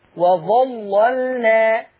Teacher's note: في كلمة وظللنا اللام الأولى اللي هي اللام المشددة هي اللي هتغلظ